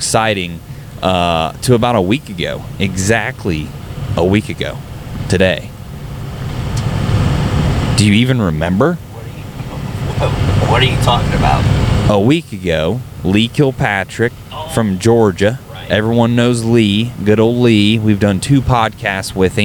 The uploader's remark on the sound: Don't mind the noise, we were in a service truck headed to Michigan and the noise gets better as we go along but it is what we had to work with at the time.